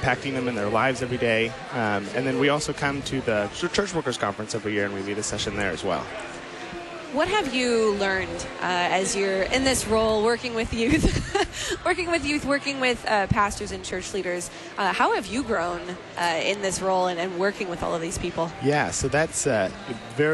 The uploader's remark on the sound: Live from the 2019 LCMS National Youth Gathering